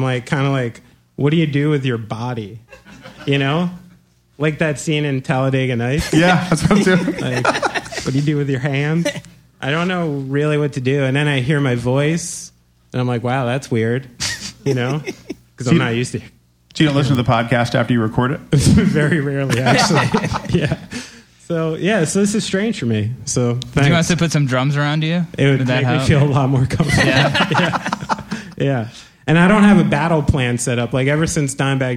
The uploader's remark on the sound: We recorded live, in front of an audience at the Knitting Factory in Brooklyn.